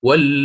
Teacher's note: فيقرأ بالإبدال مع الإشباع واللاي ياء ساكنة.